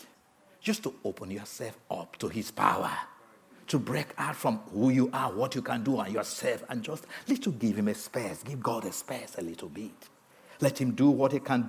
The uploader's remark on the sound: This sermon was recorded on Sunday 25th June 2023 at our Putnoe venue.